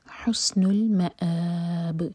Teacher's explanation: سین پر سیٹی والی آواز اور حمزہ پر کٹ آف ساؤنڈ